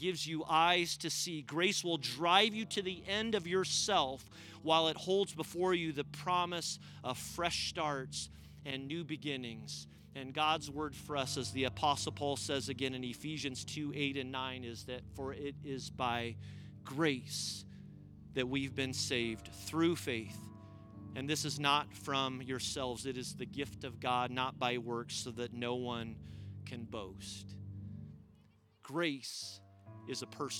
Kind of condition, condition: setting, outdoors